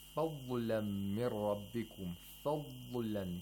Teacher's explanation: We have to hold the tongue in the place of articulation of ضاد a little bit before releasing it. And this would be the استطالة of the ضاد.